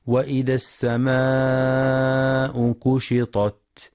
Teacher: ينتبه القارئ لمد السماء مدا متصلا بمقدار 4 أو 5 حركات